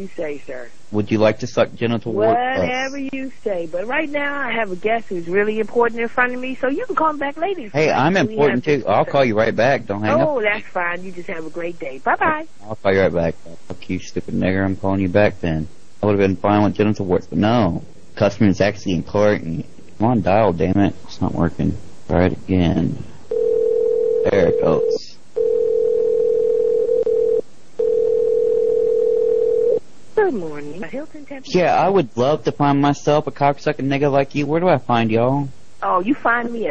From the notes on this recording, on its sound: …'s Personal Prank Phone Calls Collection.